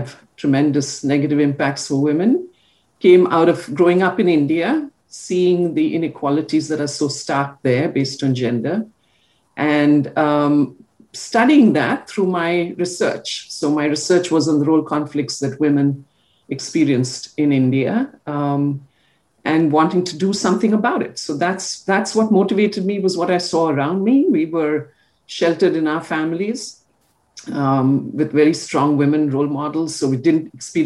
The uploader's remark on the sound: This is a zoom recording